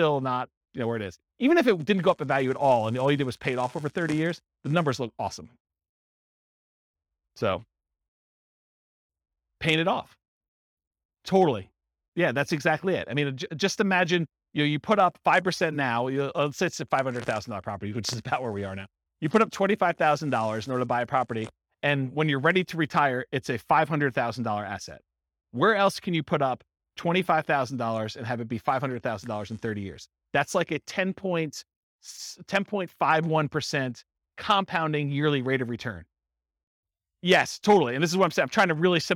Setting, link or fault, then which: setting, live audience